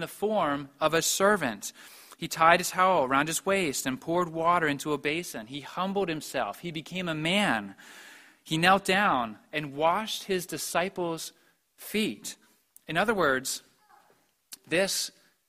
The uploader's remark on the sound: Preached at the Maundy Thursday Service.